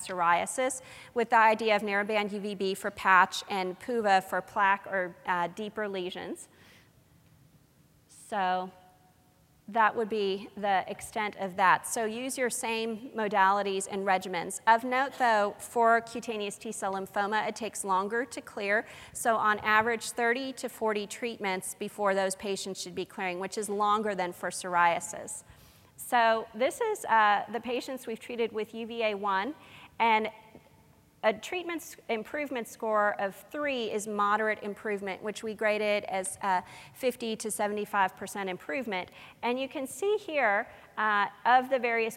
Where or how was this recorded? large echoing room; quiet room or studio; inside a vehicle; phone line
large echoing room